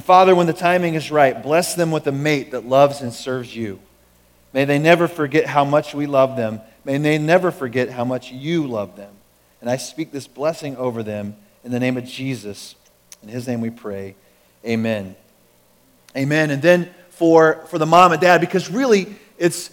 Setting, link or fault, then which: setting, large echoing room